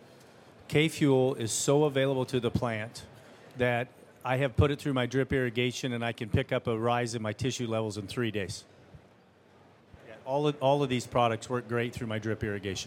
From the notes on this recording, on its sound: panel discussion at 2023 Commodity Classic